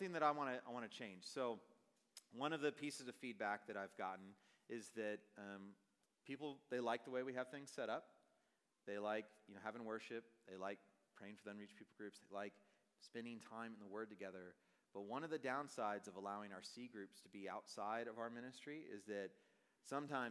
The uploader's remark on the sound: At a Thursday Night Gathering of Coram Deo College Ministry.